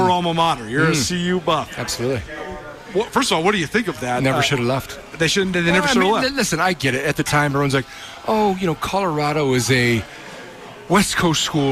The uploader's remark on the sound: live from the Rockin R Bar in downtown Bozeman